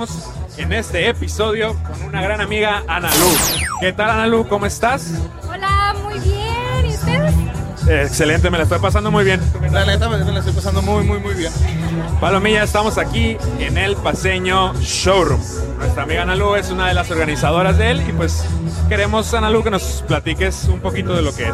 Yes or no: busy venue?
yes